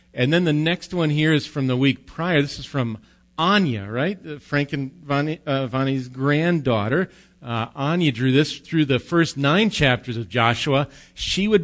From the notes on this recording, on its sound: Recorded live at Bethany Bible Church